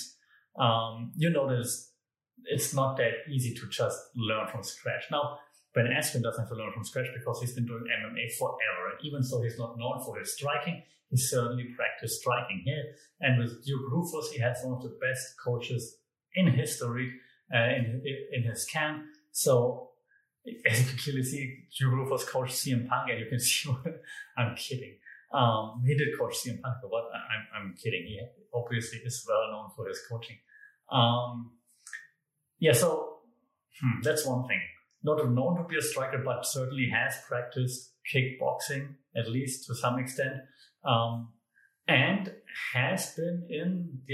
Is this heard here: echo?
yes